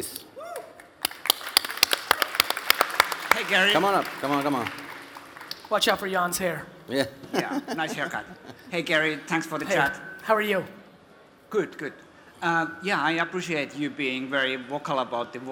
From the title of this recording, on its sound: A Keynote: Arctic15 In Helsinki, Finland